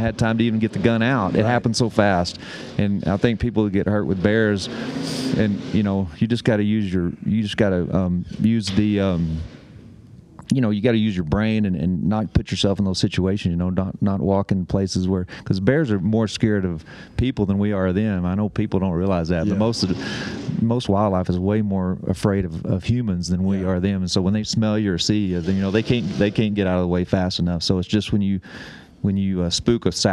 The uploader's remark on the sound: Live from Panel. The boys take a few minutes away at Panel.